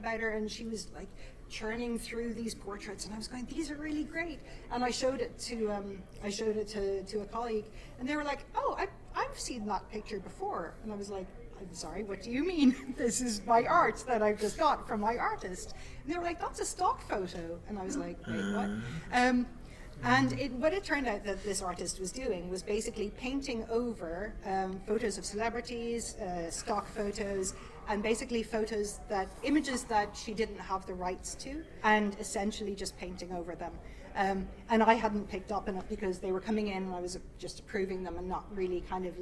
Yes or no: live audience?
yes